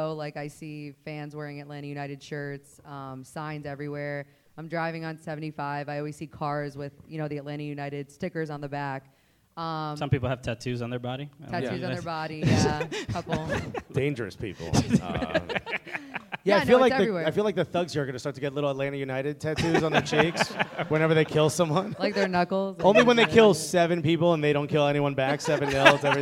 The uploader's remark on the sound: Live Podcast at Red Clay Comedy Festival. This episode was recorded live at Argosy in East Atlanta Village.